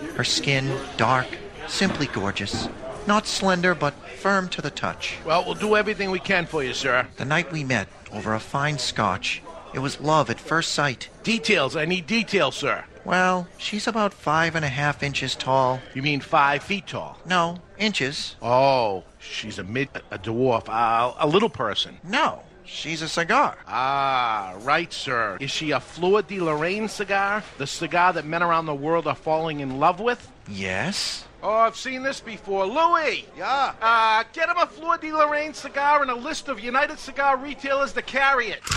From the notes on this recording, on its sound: LIVE from Two Guys Smoke Shop in Salem NH.